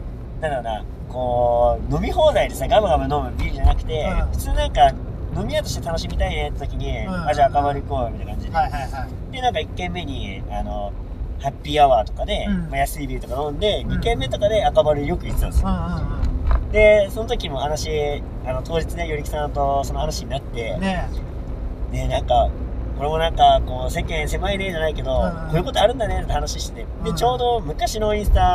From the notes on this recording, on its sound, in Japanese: 136回目は普段と違い車内での録音となります。スーパー銭湯に向かう道中の車内トークをお届けします。